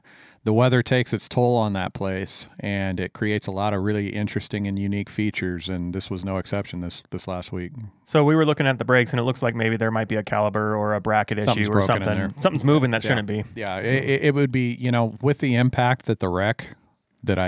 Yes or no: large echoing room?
no